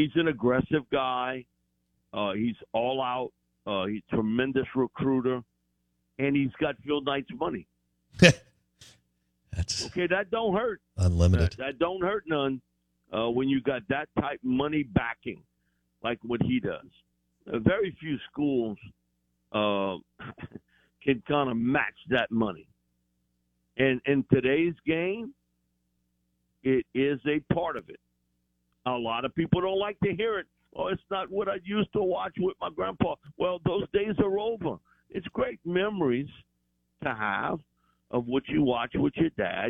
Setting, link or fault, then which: link, phone line